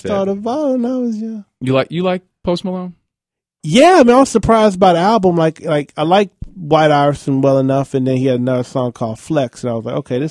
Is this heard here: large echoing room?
no